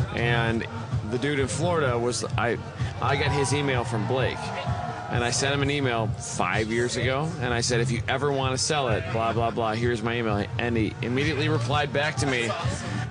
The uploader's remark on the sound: We're at Road Atlanta for the 3rd annual Gridlife South Festival.